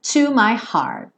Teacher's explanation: esse T aí do final, provavelmente ele vai desaparecer porque esse heart fica um tempão nesse, nesse som A, né? To my heart e aí você já está finalizando.